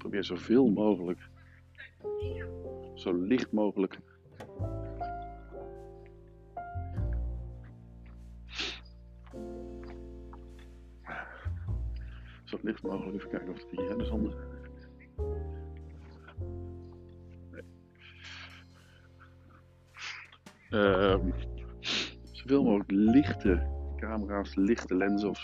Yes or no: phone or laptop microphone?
yes